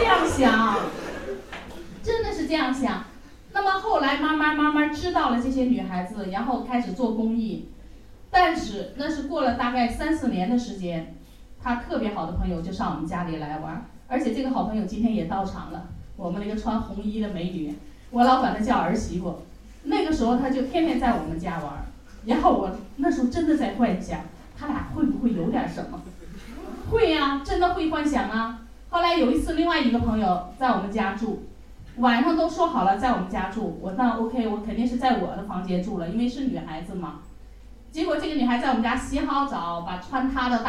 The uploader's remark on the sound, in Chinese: 亲子交流指导会。390shanghai 温馨咖啡馆走起！基中营广播第一时间去到活动现场，为大家带来活动现场最真实的声音。